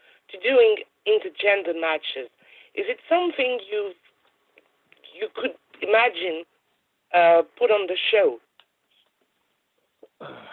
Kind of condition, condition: link, phone line